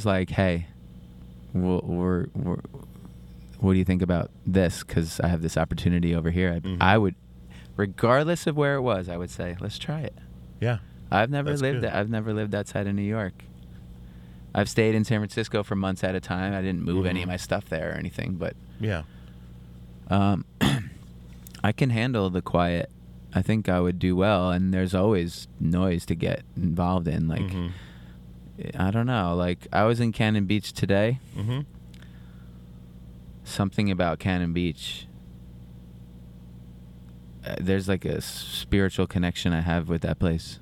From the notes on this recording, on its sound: Gets in the van (literally in the front seat). On his solo tour in Portland Oregon at the Hawthorne Theater for a chat.